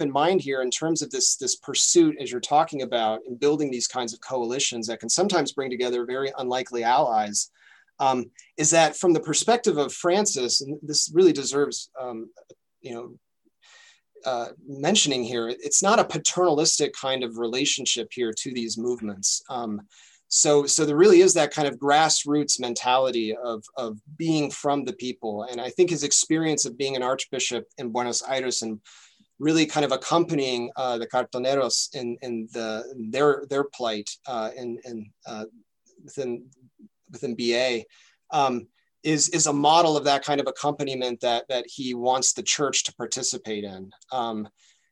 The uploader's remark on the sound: A webinar lecture. As part of a webinar series on Hispanic Theology, presented by the Lumen Christi Institute.